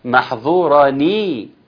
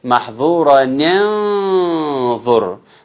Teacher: حرك حفص الاول بالكسر فقال محظوراني، يبقى النون مكسورة